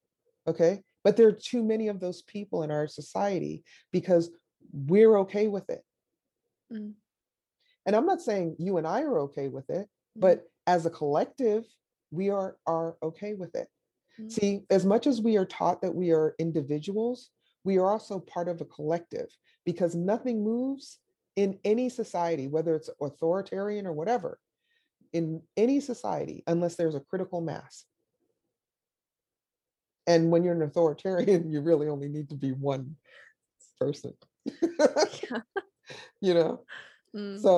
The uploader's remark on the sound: it was over Zoom